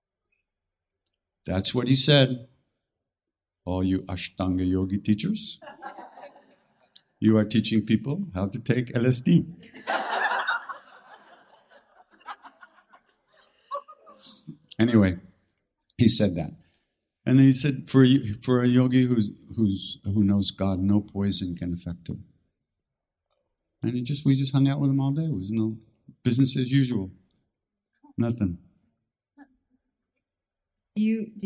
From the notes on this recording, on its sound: answers questions from a live audience